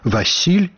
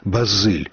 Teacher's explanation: ў лаціне гук «с» паміж галоснымі вымаўляўся як «з» · Shown in: second take · Параўнайма усходнюю форму «васіль» і заходнюю «базыль».